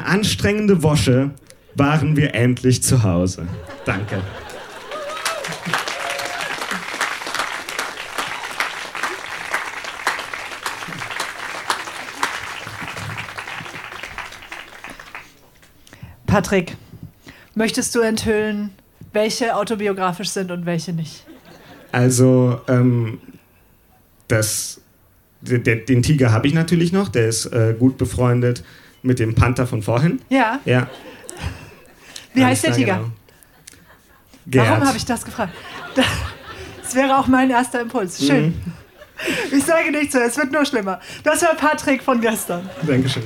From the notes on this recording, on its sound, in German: Ausschnitte aus der Veranstaltung vom 03.09.2020 im Kulturhaus Insel der Jugend, Berlin. Liveshow am 03.09.2020 im Kulturhaus Insel der Jugend, Berlin. Heißen Dank an das Kulturhaus Insel, unser tolles Publikum.